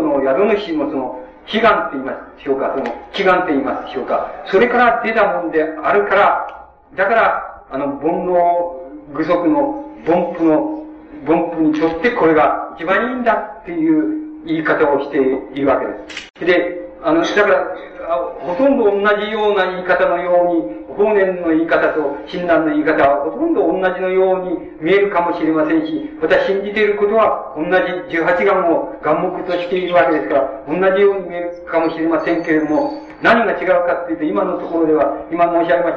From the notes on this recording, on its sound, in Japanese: 主催：鹿児島県出水市泉城山・西照寺 場所：鹿児島県出水市泉城山・西照寺。第一回緑陰講座。音源は客席から録音されたもので 音質はあまりよくない。冒頭部分にはテープノイズあり。